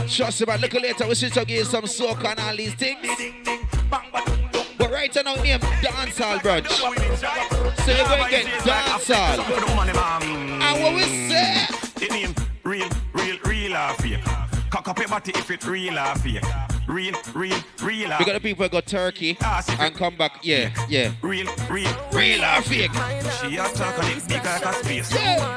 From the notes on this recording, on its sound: Shorter Than Usual Live At Dancehall Brunch in Huckster in Paddington Saturday Afternoon.